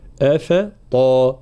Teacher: ترقيق الهمزة والفاء ثم تفخيم الطا